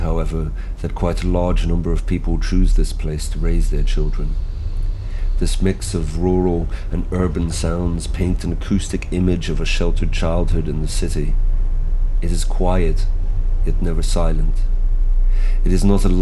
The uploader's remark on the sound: Terminal Landgutstraße (Urfahr). As between the terminal and the main through road, the space is taken up almost exclusively by gardens full of trees from which the songs of birds add to the acoustic environment. Every now and again, single cars drive to and from the through way, but mostly do this individually, making the noise from the traffic very easily identifiable.